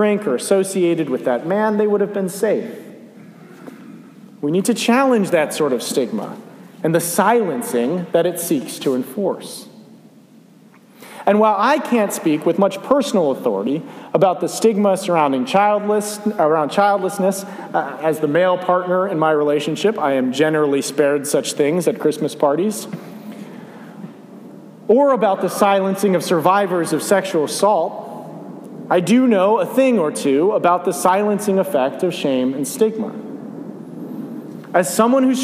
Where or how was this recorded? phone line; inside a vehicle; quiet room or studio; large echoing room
large echoing room